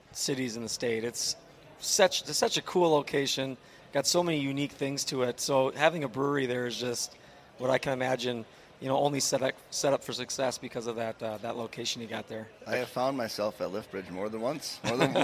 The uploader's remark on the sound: At the Minnesota Golf Show, we were joined on stage